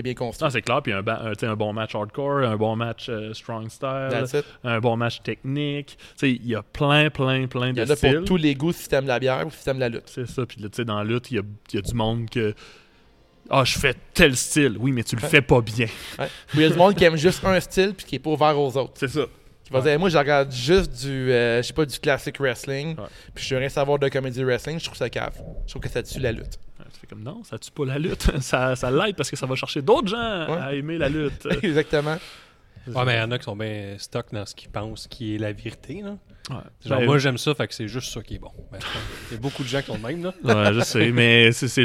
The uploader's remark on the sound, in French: Ont pris la route pour aller à St-Casimir. L'épisode a été enregistré directement à sa brasserie les Grands Bois.